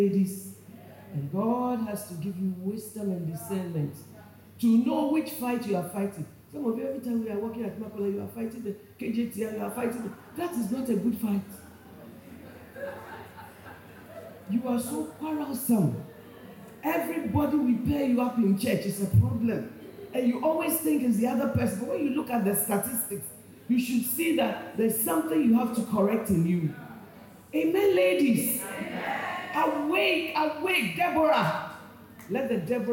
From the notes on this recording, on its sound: Preached at Chosen Woman Conference, Accra Ghana